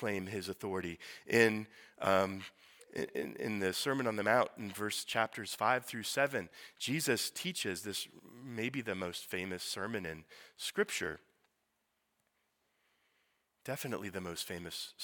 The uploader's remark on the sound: Sermon preached at Priestly Ordination Service